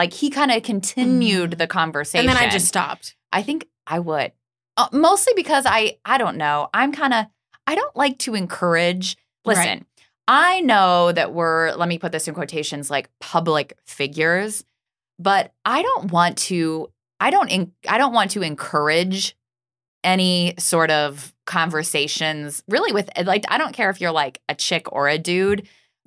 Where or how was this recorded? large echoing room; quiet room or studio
quiet room or studio